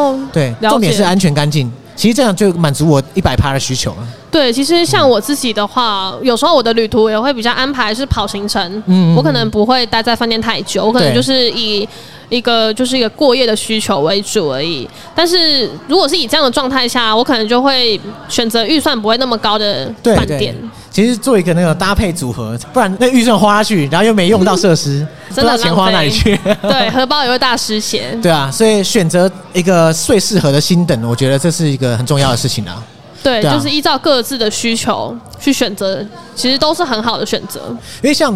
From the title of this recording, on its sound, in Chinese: Live Podcast 原音直送